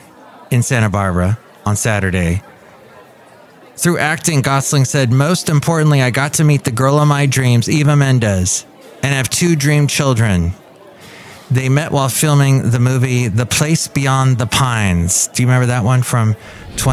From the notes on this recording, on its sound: podcasts live from Café Anyway